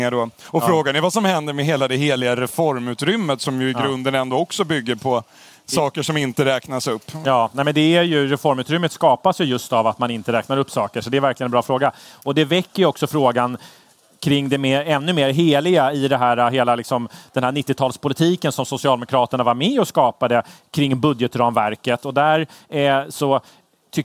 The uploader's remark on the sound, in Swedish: live från Almedalsveckan i Visby